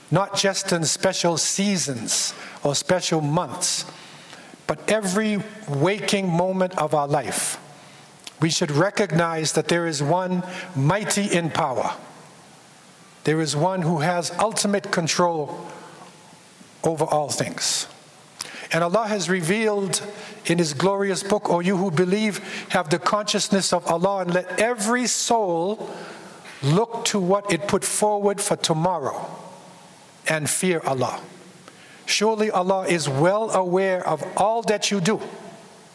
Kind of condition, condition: setting, large echoing room